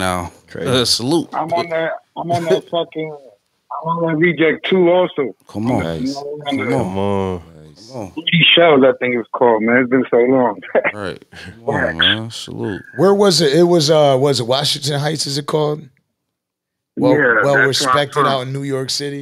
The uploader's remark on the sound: Call ins